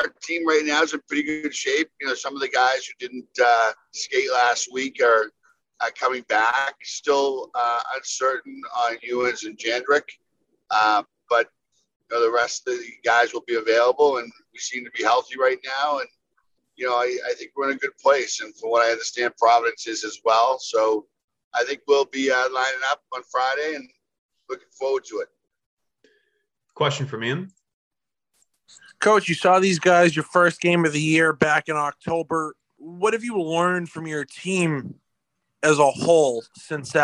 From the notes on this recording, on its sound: Weekly media teleconference.